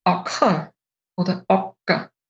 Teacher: Ganz grob, also in Vorarlberg sagt man Acker. Und im Rest Österreichs wird dieses A aber als O ausgesprochen · Term: Bayerisch